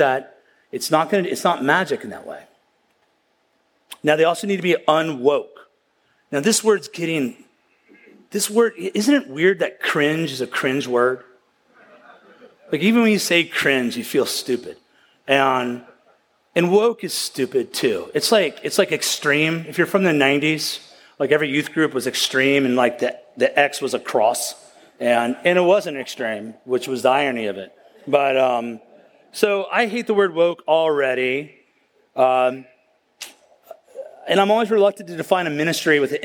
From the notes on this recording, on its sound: at the County Before Country Conference 2023